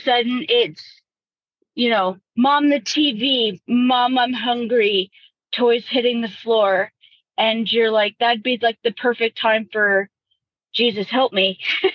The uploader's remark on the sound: During this live coaching call